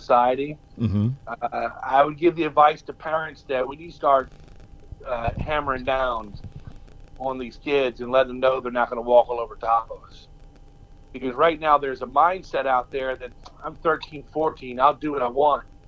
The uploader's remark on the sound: the audio quality of his voice SOUNDS like he’s on the phone while my voice sounds clearer